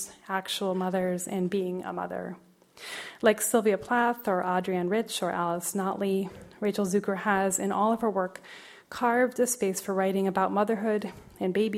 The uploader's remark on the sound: as part of the Seattle Arts & Lectures Poetry Series on November 14, 2016 at McCaw Hall